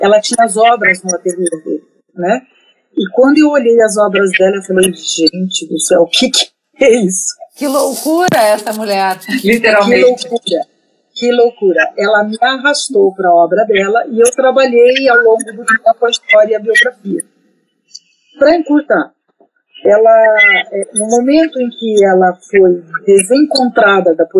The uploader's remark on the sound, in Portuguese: Nossas gravações estão sendo realizadas à distância e, devido à instabilidade de internet, você vai perceber alguns probleminhas técnicos no decorrer da conversa